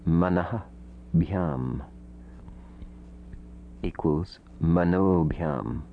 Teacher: Aha becomes o before a soft letter. · Term: visarga sandhi